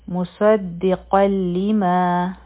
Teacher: نو دلته چې دی دا ادغام بغیر د غنا نه دی ځکه چې د تنوین نه پس لام راغی